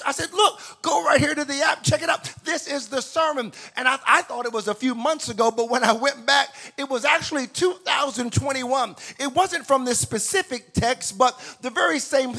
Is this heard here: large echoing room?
yes